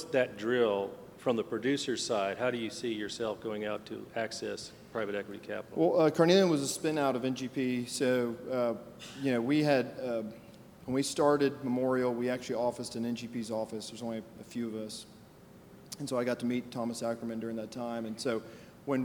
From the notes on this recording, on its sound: a panel discussion at the NAPE Business Conference